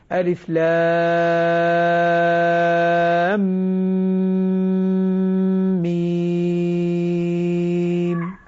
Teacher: الميم بين اللام والميم في غنة مشبعة ضروري جدا